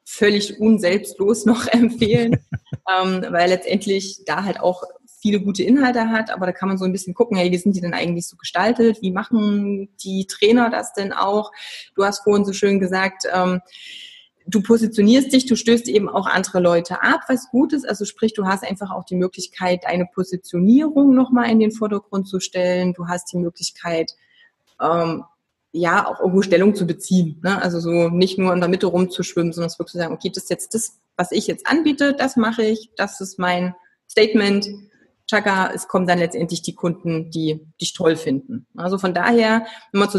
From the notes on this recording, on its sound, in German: Im Live-Webinar. Richtmikro fürs iPhone.